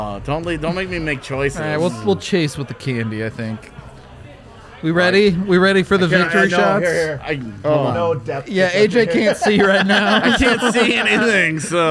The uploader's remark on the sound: LIVE from the DNVR Bar